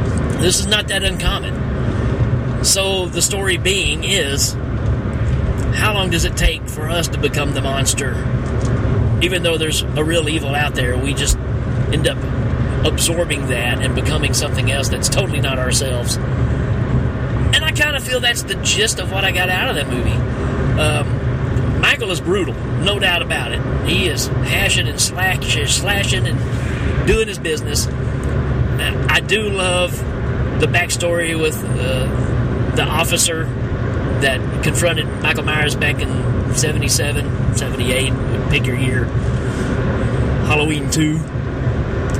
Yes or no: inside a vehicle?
yes